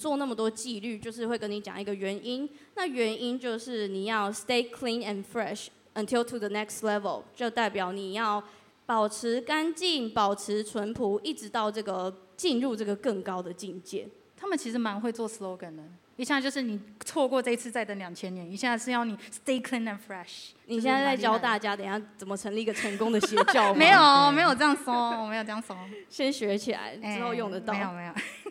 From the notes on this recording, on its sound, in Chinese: Live Podcast｜KKBOX催下去音樂節。今天這集是KKBOX催下去音樂節活動的存檔。由於現場我們有置入版權音樂、圖片、影像的播放，你們今天收聽到的這集是剪輯過後的版本。